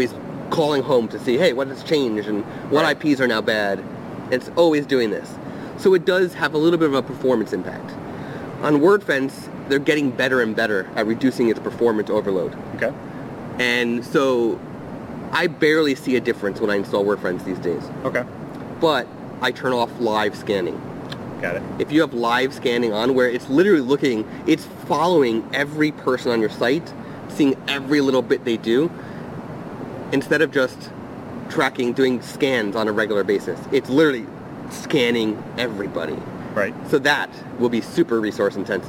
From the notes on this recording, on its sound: Live from Out of Chicago Photography Conference. This episode was recorded outside on a terrace within The Loop, so you will hear trains going by every so often.